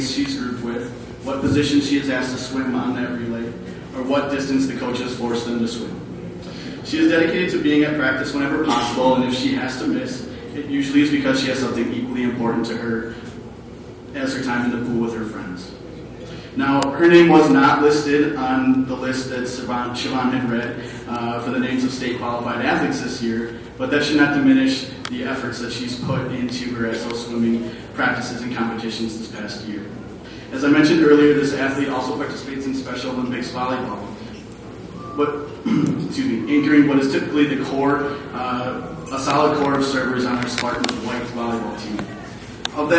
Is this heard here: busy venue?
yes